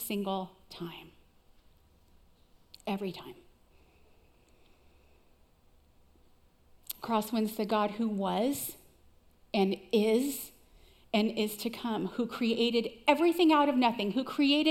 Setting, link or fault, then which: setting, large echoing room